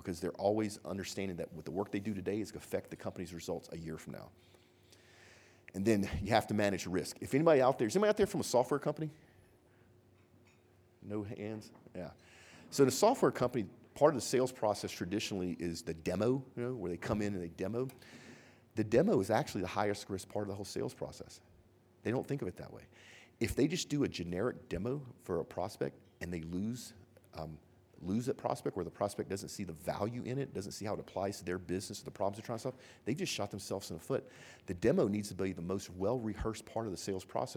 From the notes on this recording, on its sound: Live! from the Geoconvention Keynote. We are Live from 2017 Geoconvention in Calgary.